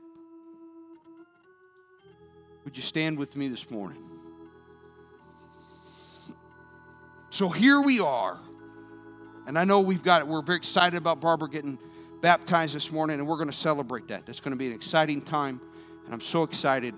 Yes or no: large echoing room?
yes